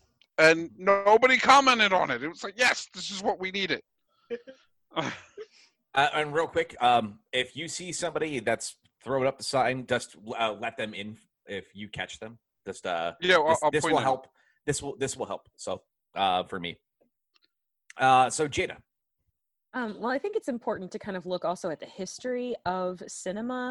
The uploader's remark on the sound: gather around a Zoom call